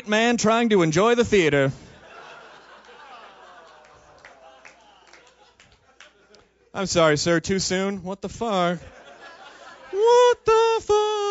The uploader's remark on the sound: recorded live at MaxFunCon